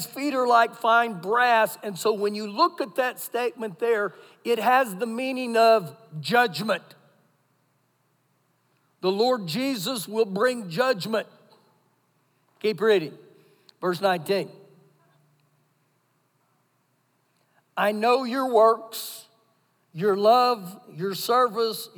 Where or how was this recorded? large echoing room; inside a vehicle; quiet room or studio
large echoing room